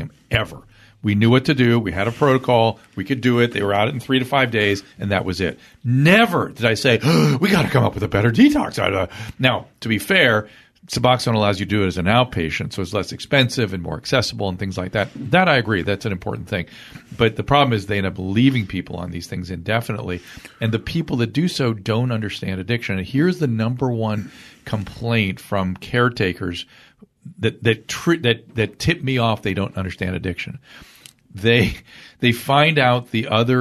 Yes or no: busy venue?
no